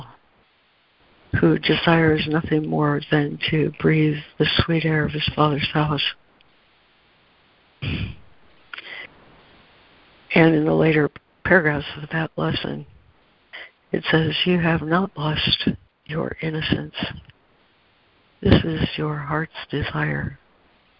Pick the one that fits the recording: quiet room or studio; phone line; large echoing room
phone line